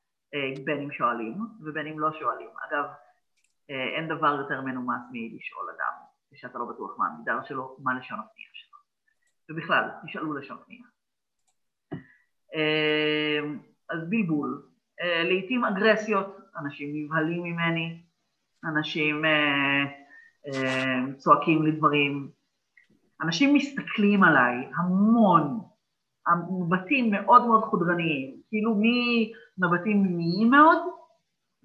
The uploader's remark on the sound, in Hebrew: מתנצל אם במהלך ההקלטה תחוו בעיות באיכות הסאונד זה נבע מתקלות באינטרנט שאיתן התמודדתי